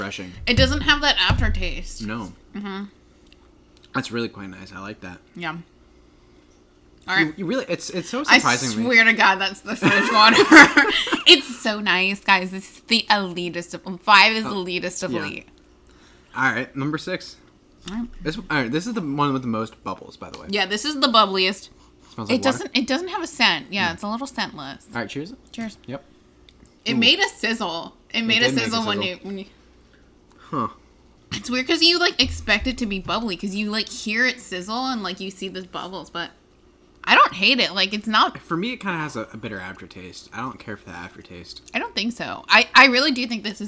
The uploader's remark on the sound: Salt and Vinegar chips also make an appearance in this mukbang. If the sound of other people drinking and chewing triggers the deterioration of every fiber in your soul, this episode may not be for you.